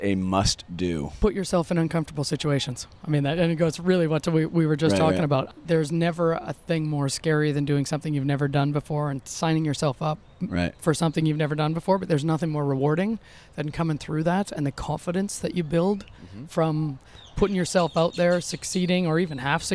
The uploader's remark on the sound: Our conversation, recorded during SXSW in the courtyard of a South Austin boutique (long story), is revealing.